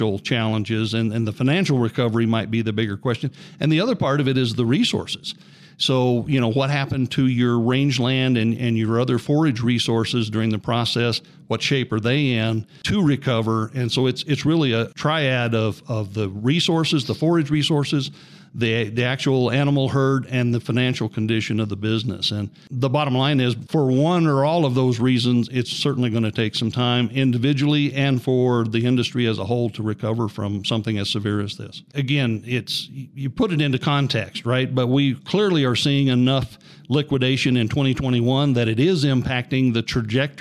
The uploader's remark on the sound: Recording from the 105th CCA/CCW Convention